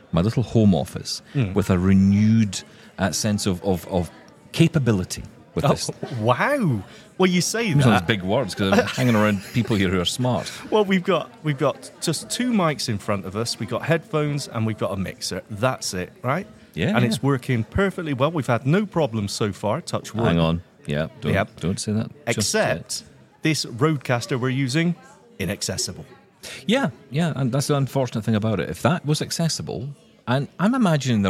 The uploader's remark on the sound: live from Vienna at the Zero Project Conference